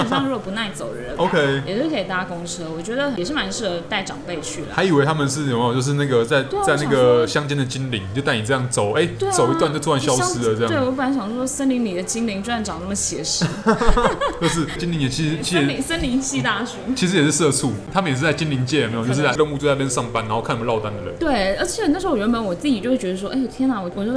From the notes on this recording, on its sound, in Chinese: 本集白噪音指數：微風級 2/5。錄音地點： 豆手豆花 - Dozo Tofu Pudding。